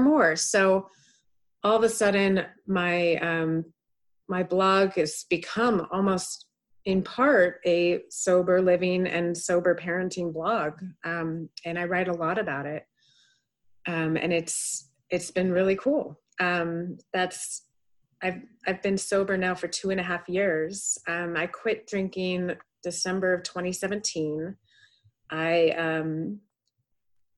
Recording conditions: video call